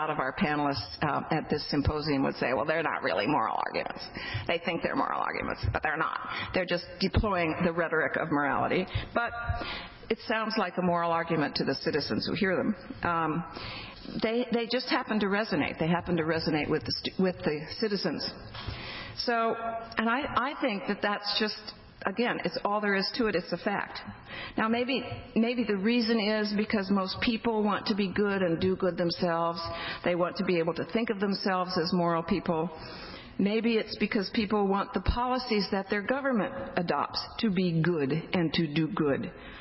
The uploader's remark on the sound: The Federalist Society's Student Division presented this panel at the 2007 Annual Student Symposium on February 24, 2007.